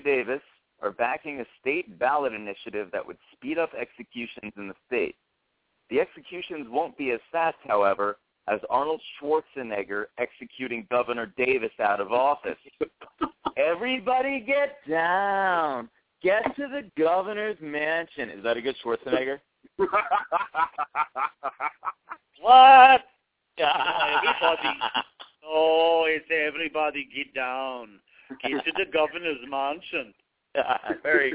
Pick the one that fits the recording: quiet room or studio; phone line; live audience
phone line